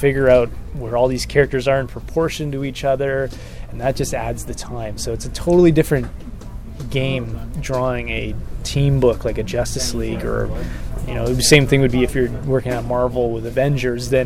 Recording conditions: busy venue